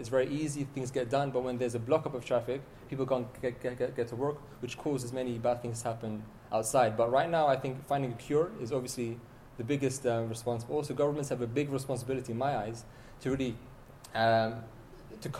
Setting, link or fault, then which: setting, live audience